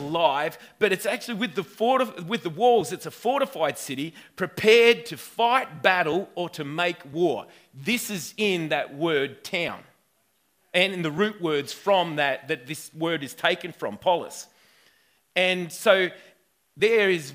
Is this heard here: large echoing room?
yes